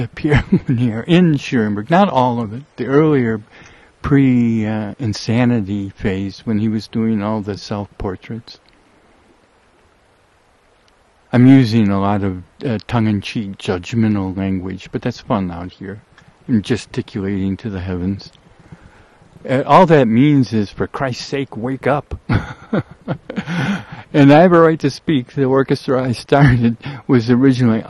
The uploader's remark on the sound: RECORDED above 6 Mile Meadow, West Forth of the WALLOWA RIVER, Eagle Cap Wilderness, OREGON. I ran out of Sun2Sound, so this is just the first part.